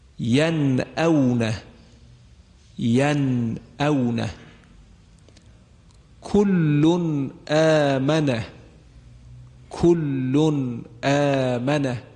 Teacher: همزه قرار گرفته، لذا تنوین اظهار شد